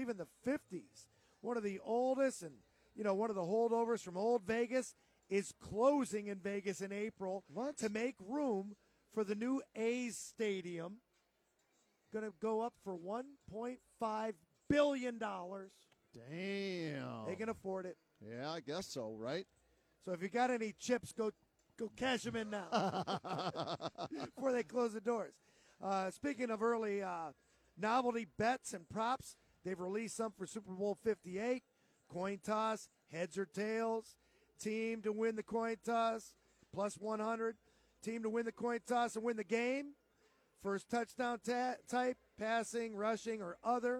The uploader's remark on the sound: As we continue to broadcast live from Rocket Mortgage Fieldhouse.